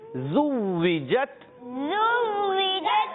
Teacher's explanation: व इज़न नुफूस, माशाल्लाह, ज़ुविजत, ज़ुविजत, ज़ुविजत, ज़ा की अदायगी फिर सीटी के साथ, सीन भी सीटी वाला और ज़ा भी सीटी वाला, दोनों को सीटी से अदा करने हैं। वाव होंठों की गोलाई से अदा करेंगे और वाव को थोड़ा पकड़ेंगे